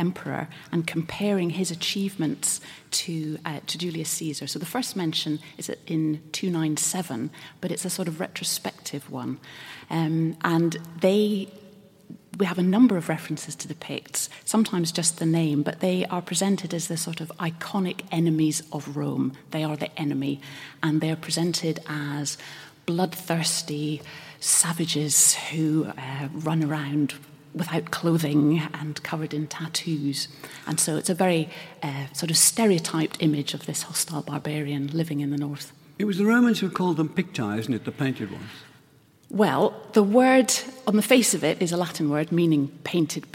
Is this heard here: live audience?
yes